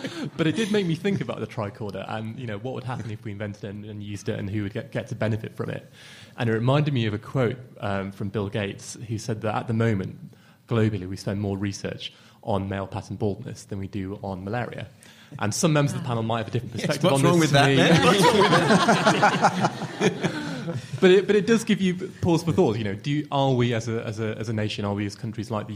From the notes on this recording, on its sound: Live at the AAAS 2014 meeting in Chicago